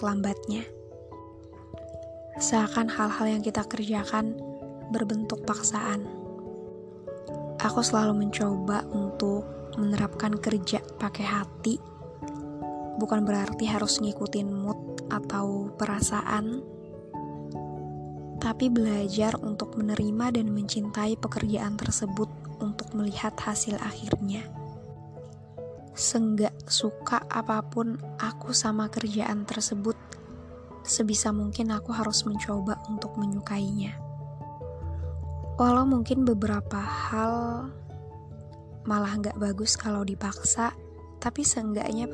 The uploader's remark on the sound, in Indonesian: maaf kalooo berisik aku sambil pletekin bubble wrap